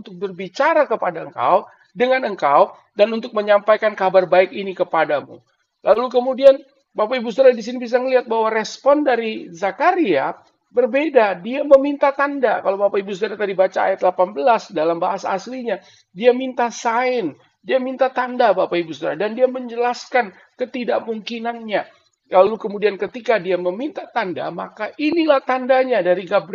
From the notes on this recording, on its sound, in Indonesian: Rekaman khotbah Ibadah GerBang Pagi GBI Glow FC.